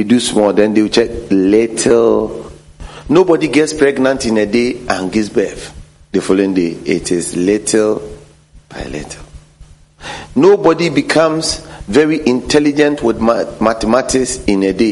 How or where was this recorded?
large echoing room